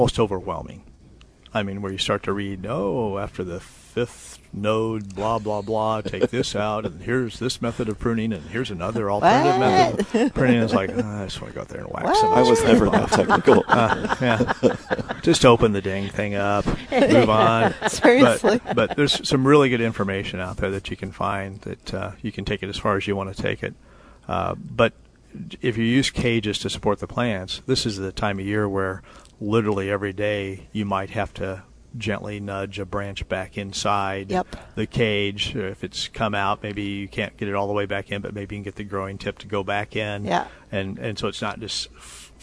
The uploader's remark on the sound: Plant Experts Live at Prairie Gardens.